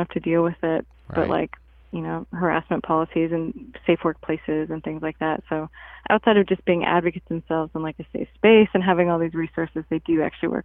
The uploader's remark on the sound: by phone